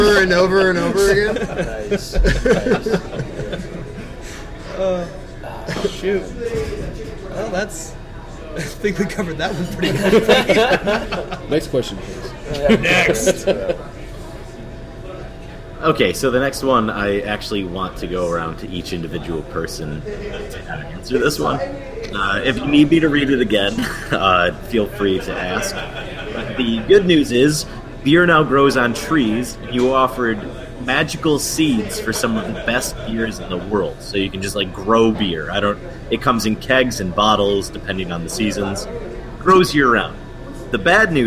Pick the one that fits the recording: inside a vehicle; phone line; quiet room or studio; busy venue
busy venue